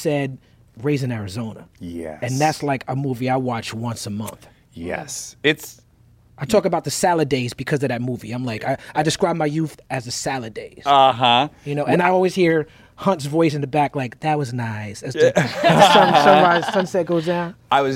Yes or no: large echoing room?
no